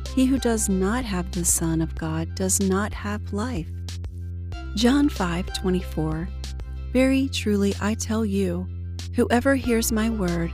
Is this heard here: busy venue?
no